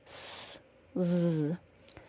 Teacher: To create the Z and S sound, we make a little groove with our tongue and push the air out through the center of the tip of the tongue and along that bony ridge behind our front teeth.